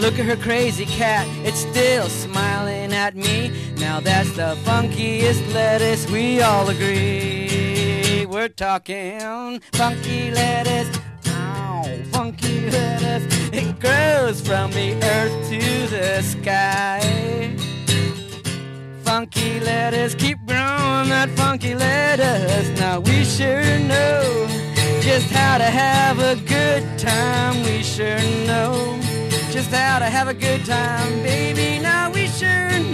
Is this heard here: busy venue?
yes